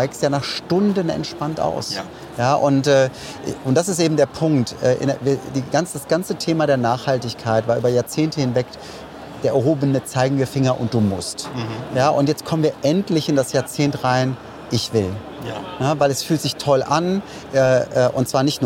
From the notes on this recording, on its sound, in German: Auf dem diesjährigen Greentech Festival in Berlin